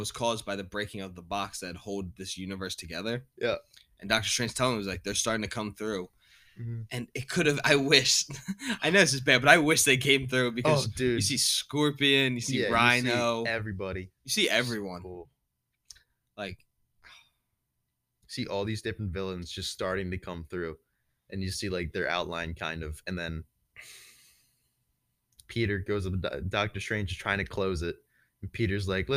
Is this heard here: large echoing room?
no